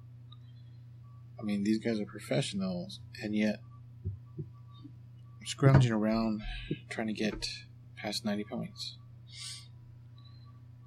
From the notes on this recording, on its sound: I am still working on a recording location in order to eliminate that background noise and distortion.